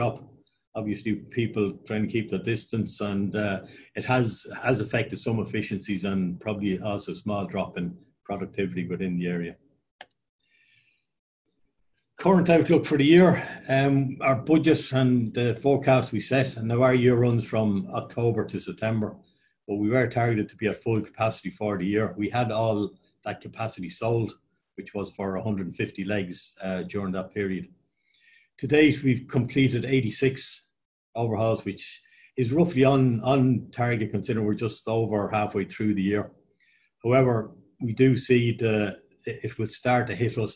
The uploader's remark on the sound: APTN Zoom Call #8